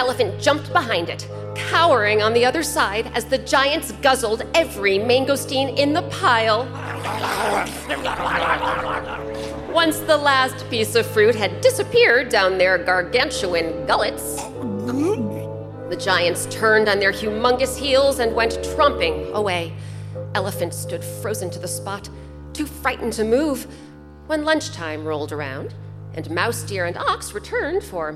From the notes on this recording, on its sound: Recorded live